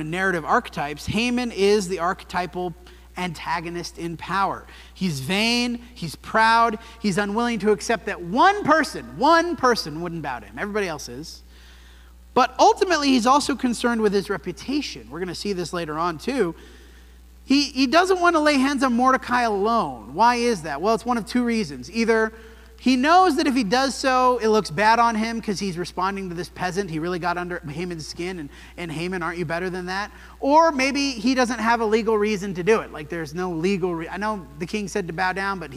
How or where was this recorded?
large echoing room